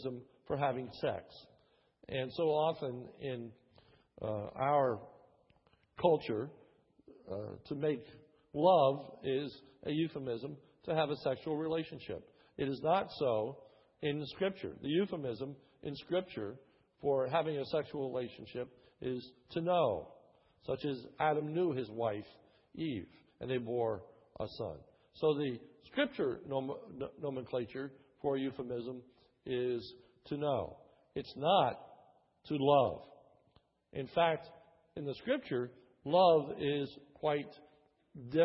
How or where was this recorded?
large echoing room